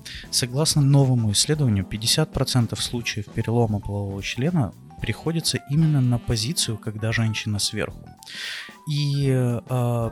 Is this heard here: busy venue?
no